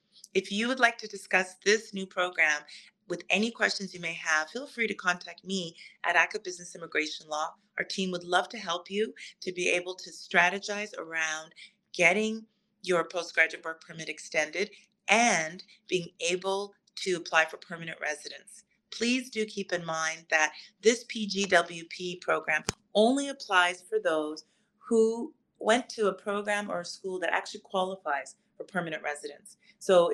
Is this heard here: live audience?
no